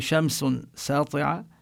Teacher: هذه شمس ساطعة ما منقول هذه شمس، ما في شد على الشين